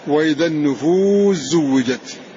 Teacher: فأدغمت السين في الزاي فذهبت فنطقنا بالزاي مشددا. وفي زوجت سين النفوس مدغم.